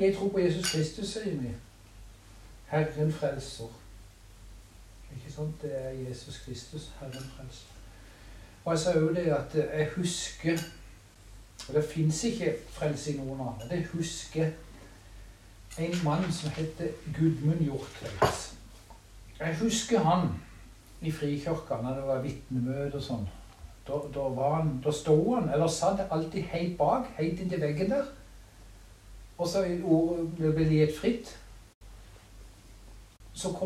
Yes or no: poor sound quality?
yes